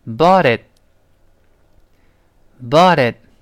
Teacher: 中间那个字母 T 会浊化成 the，最后那个 t 失去爆破了